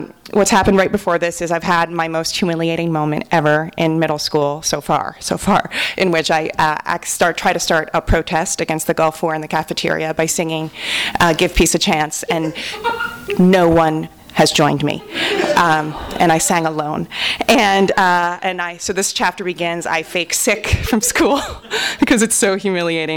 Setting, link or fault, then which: setting, live audience